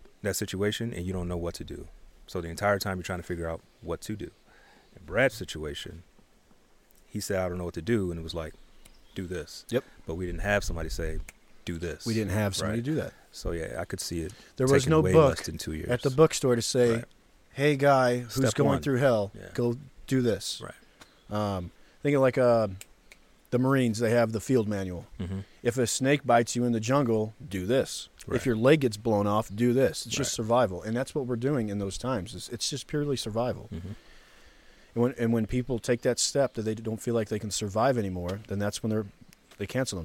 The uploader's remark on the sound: This podcast episode was recorded outside in the middle of Yosemite. Birds and river.